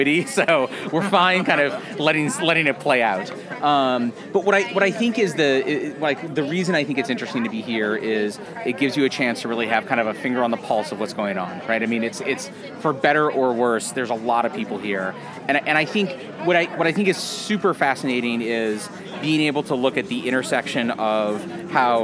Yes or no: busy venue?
yes